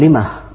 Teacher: لمه يقف بالهاء وليس بالميم. يقف بالهاء، وطبعا وارد أيضا في لغة الشعر. · Term: هاء السكت